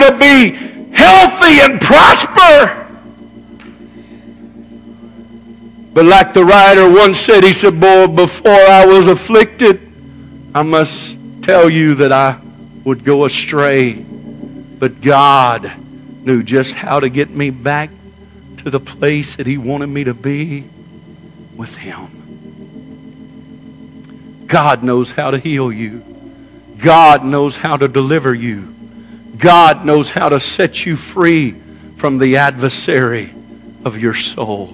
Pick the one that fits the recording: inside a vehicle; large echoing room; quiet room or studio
large echoing room